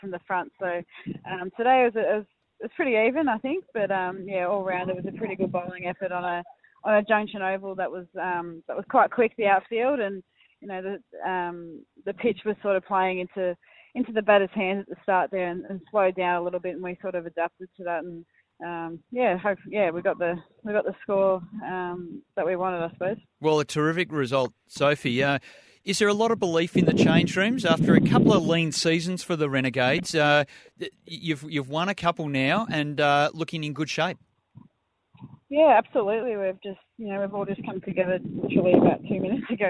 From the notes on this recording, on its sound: live from the Citipower Centre at the Junction Oval